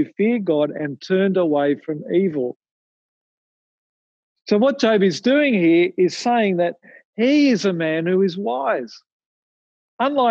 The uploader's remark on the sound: Recorded from Zoom.